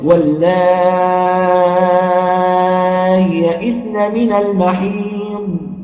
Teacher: السوسي يقرأ بإظهار هذه الياء الساكنة